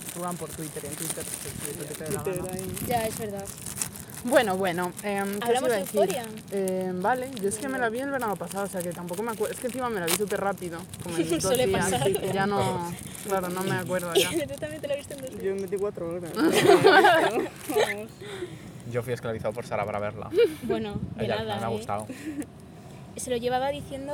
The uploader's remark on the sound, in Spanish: Episodio grabado en el parque